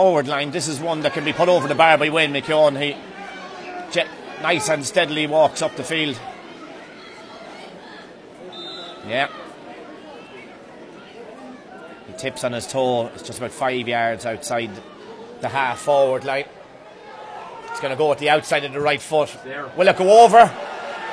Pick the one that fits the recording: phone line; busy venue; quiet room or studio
busy venue